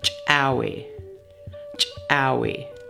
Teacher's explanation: This word is used to practice the letter called ejective C with a wedge in the Klallam alphabet. The ejective C with a wedge sound in Klallam is pronounced like the CH sound in English, but with a strong pop.